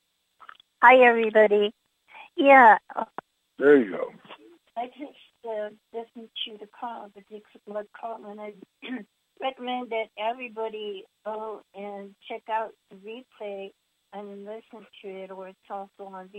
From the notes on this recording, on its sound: Conference Call LIVE.